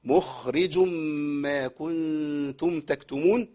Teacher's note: صوت الخاء لابد أن يطلع خاء ساكنة بهمس